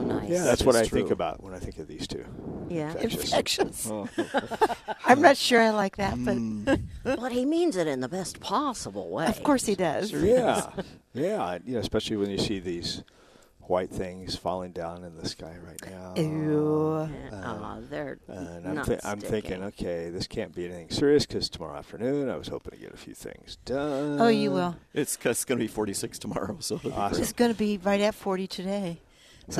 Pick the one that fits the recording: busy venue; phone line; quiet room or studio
busy venue